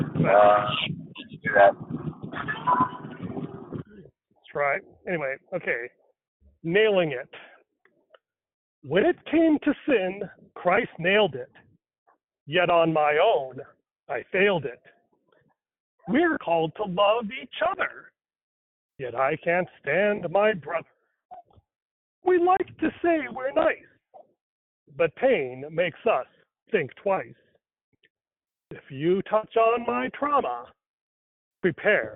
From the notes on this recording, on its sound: Struggles with broken audio.